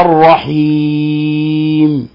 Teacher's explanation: والميم ليست من حروف القلقلة، ولهذا نسكنها ولا نحركها ولا نشددها ولا نضغط عليها ولا نقلقلها · Term: سكون الميم